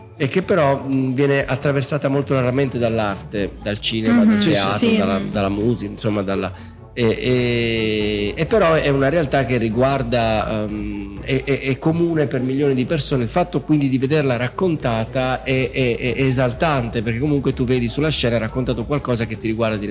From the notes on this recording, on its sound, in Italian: Primo episodio speciale di prefestival in diretta dal Foyer del Teatro Kismet di Bari.